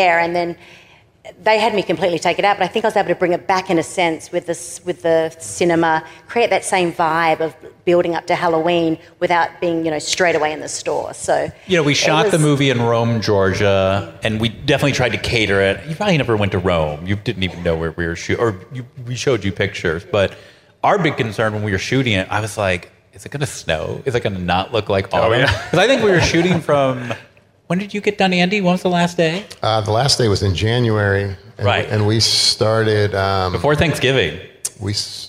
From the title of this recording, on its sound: LIVE FROM MIDSUMMER SCREAM 2022